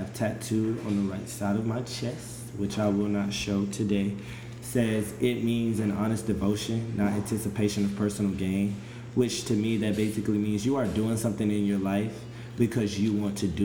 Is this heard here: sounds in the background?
yes